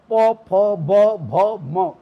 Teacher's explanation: फिर इसके बाद में कभी वहां से आवाज पूरी आ रही है परंतु ओठों को भींच करके आवाज को रोका गया, प फ ब भ म, तो ओष्ठ हो गया, उसमें ओठ जो हैं वो ओठ काम कर रहे हैं।